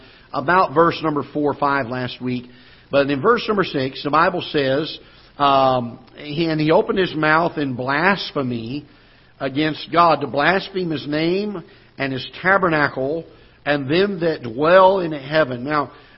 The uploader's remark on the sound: Ketha Heights Baptist Church ~ Live Broadcast